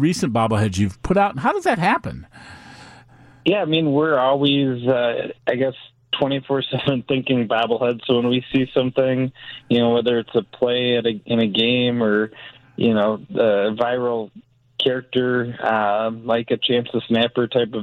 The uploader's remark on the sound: joins the conversation over the phone